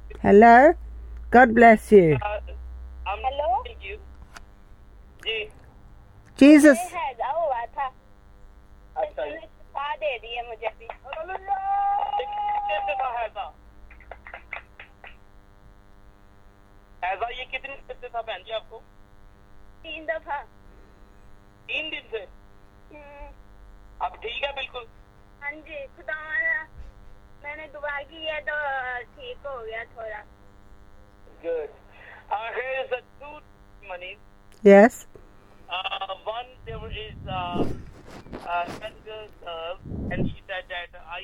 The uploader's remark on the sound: speaking via phone to group in Pakistan